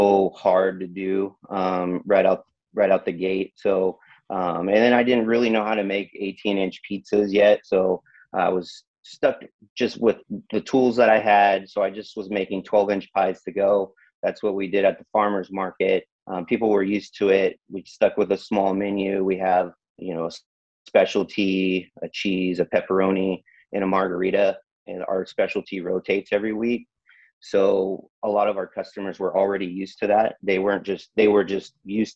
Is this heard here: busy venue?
no